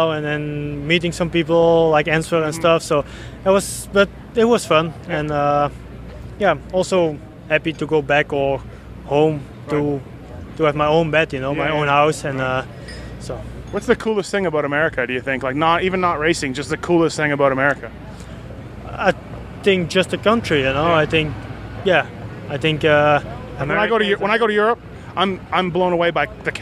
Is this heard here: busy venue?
yes